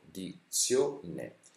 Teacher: la parola dizione si dice con la O chiusa e quindi avrà un accento acuto, di zio ne.